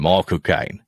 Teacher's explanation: add just a little rasp. There. A little rasp on the end of that cane.